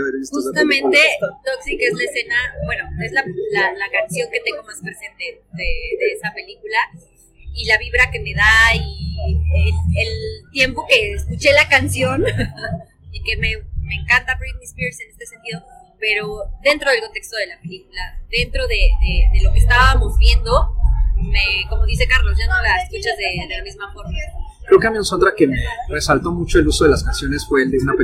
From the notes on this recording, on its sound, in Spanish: Con anticipadas disculpas por la calidad de audio